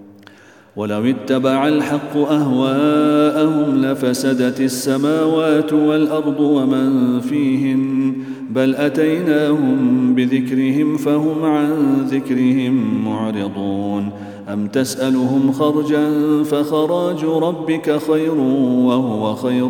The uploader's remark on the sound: Day 17 - Ramadan Daily Quran Recitation -. At the Houghton Masjid (West Street).